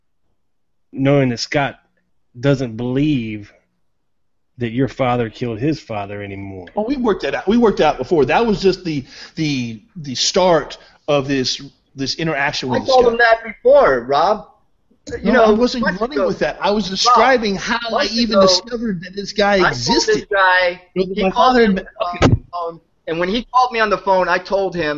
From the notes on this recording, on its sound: The first ever live Hangout on Air for the show.